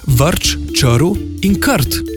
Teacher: imena, ki se po starem pišejo z R, izgovarjajo pa s polglasnikom. To so na primer Vrč, Črv in Krt.